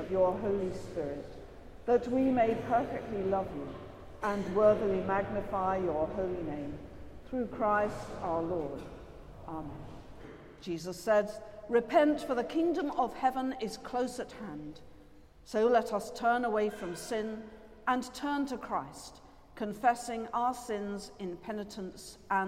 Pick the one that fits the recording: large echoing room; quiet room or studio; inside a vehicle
large echoing room